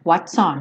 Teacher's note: Junta esse S no on